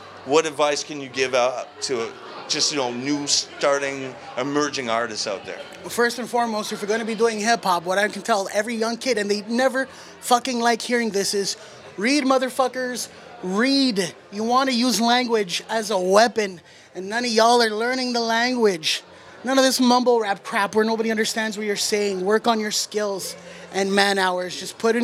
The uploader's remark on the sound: This Exclusive interview is from WedStock in Brampton,